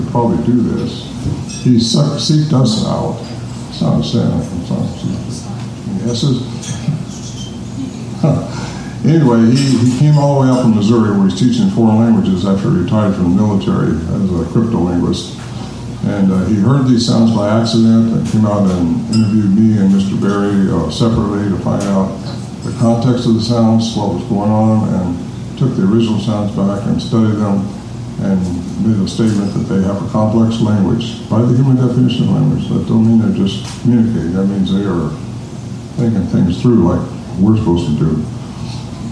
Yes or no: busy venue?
yes